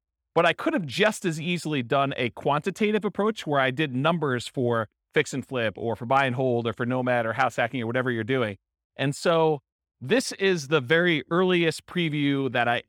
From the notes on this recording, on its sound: This was a live class recorded